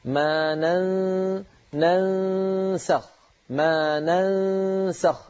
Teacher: عندما تخفي النون عند السين هكذا نذهب إلى مخرج السين